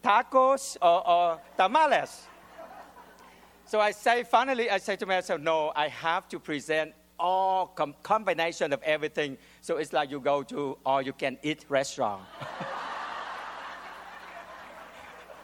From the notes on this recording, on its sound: the audience laughs at his amusing behavior